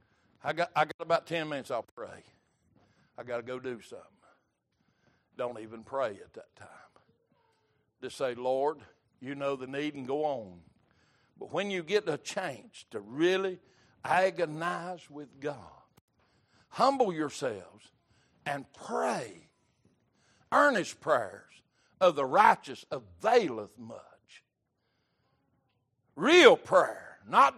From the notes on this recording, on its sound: Recorded May 17, 2023 - Wednesday Evening Service